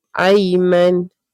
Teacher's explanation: a bit of gunna because nun has a natural gunna